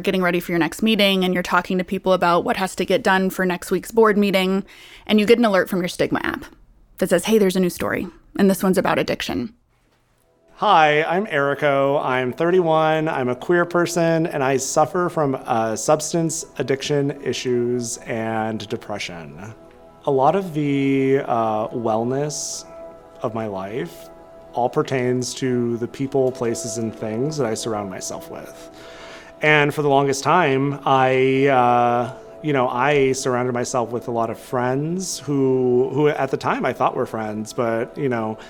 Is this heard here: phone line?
no